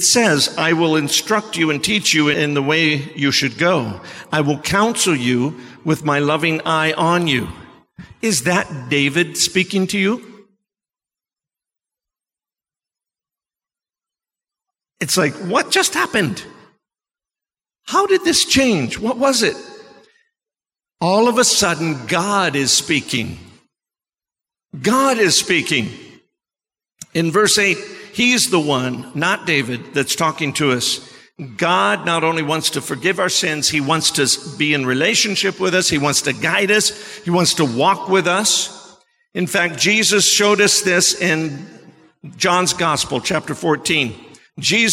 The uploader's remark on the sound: Sermon preached at CBC Shiashie Campus